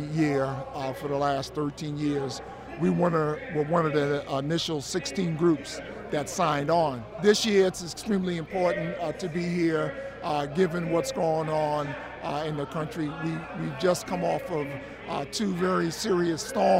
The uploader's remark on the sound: Climate Marchers at HKonJ. The 13th HKonJ People's Assembly and Moral March took place Feb. 9th in Raleigh - we were there, we marched, and we spoke with environmental justice activists and community members.